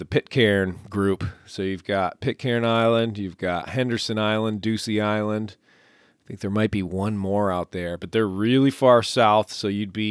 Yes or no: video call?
no